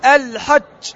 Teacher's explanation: الخطأ الأول الحج، هذه جيم فيها تعطيش